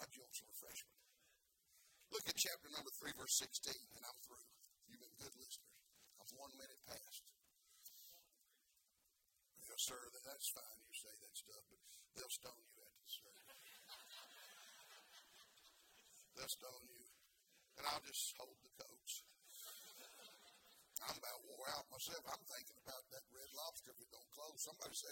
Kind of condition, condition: setting, large echoing room